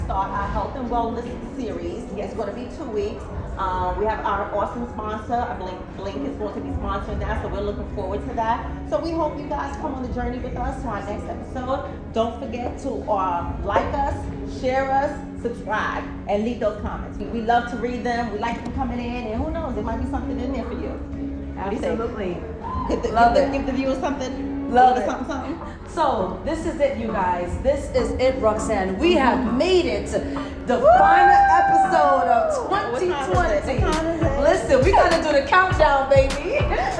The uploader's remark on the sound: The ladies will record live at The Edge, one of the highest outdoor sky decks in the Western Hemisphere, with a one-of-a-kind design. It’s suspended in mid-air, giving you the feeling of floating in the sky with 360-degree views you can’t get anywhere else.